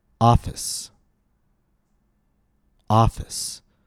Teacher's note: Again, the vowel ah is long, and my pitch rose on ah.